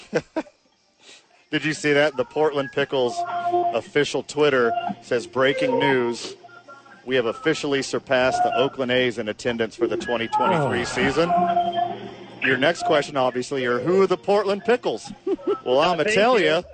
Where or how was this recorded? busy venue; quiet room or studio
busy venue